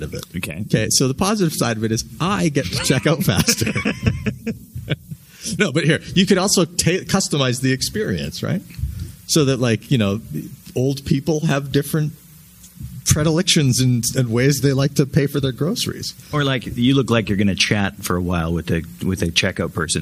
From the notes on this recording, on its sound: Live From Calgary Expo. We had a blast bringing you the Podcast live from the Calgary Expo this week.